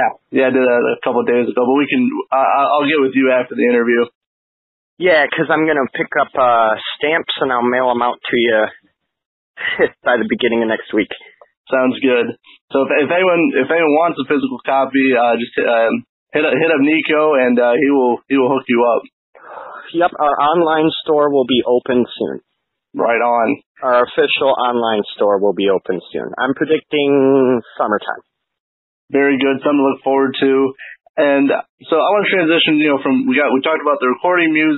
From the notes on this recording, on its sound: A phone interview with frontman and guitarist.